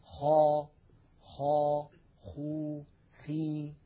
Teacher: من أدنى الحلق كما ذكرنا حرف الخاء